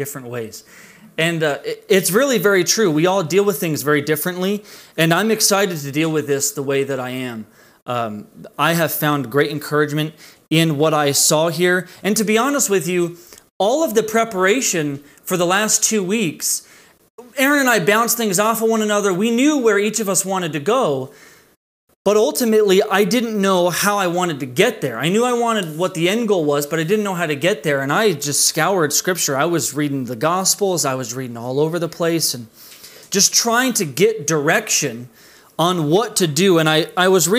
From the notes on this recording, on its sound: This message was delivered on August 30th, 2020 at Redeemer Community Church.